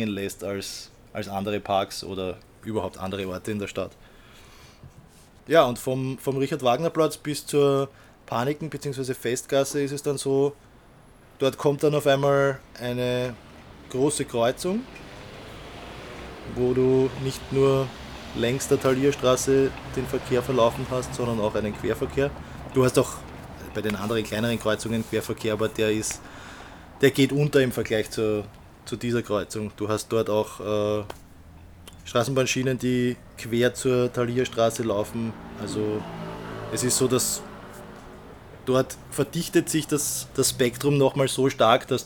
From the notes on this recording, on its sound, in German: Mit einem Audiorecorder auf der Thaliastraße in Wien. Dazu hören wir den Sound der Thaliastraße.